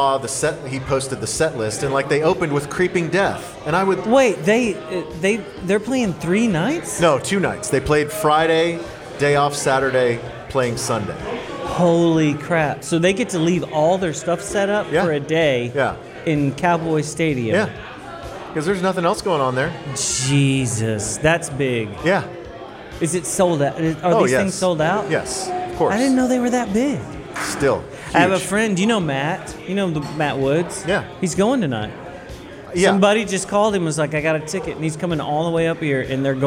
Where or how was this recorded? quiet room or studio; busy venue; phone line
busy venue